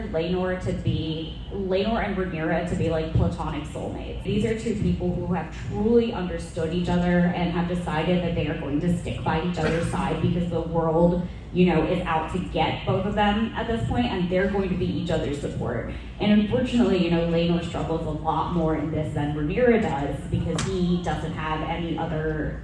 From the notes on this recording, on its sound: Live audio from the Princess and the Queen panel at Dragon Con 2023. While some minor sound editing was done to make the original recording somewhat easier on the ears, please keep in mind that this was recorded live and therefore the sound quality is uneven at best.